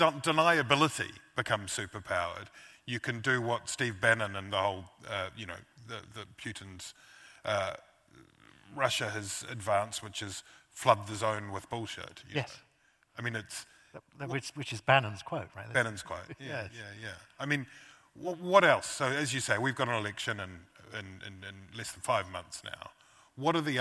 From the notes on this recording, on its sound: a highlight from the 2023 Auckland Writers Festival